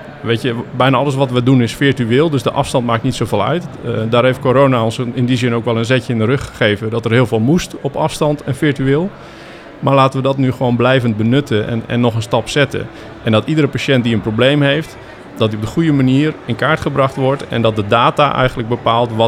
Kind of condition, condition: setting, busy venue